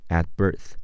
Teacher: at 的 t 要失去爆破，不读出来，只做发音的动作